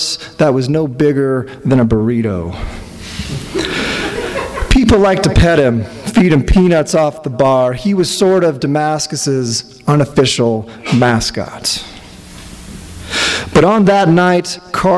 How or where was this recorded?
live audience